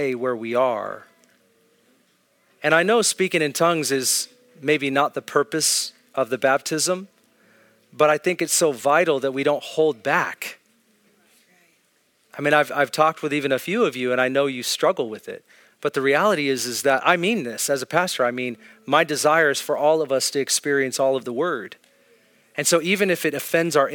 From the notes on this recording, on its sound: This is an Ignite Gathering at Northwest Foursquare Church in Federal Way, Washington.